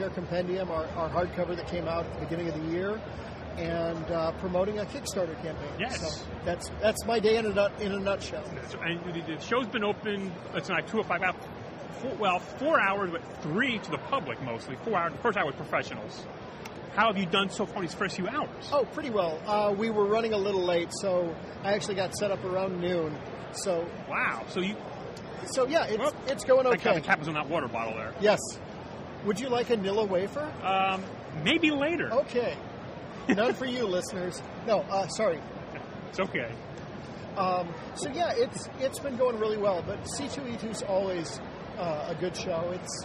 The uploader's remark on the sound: At C2E2 2015. In Chicago for C2E2 this past weekend and did some recording from the floor of the show.